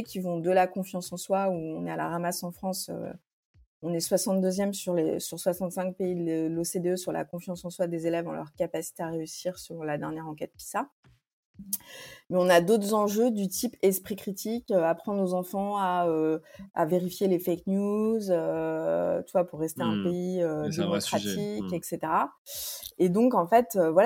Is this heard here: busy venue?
no